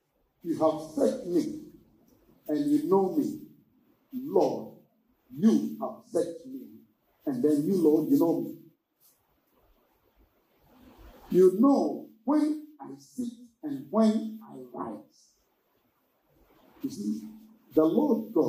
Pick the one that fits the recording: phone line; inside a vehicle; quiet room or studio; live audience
live audience